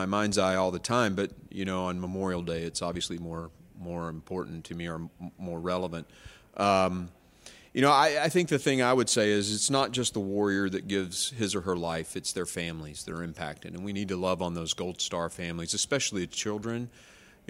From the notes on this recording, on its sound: from The Heritage Foundation’s annual Resource Bank conference